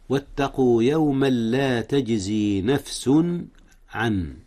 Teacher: إظهار التنوين قبل العين، والعين من أحرف الحلق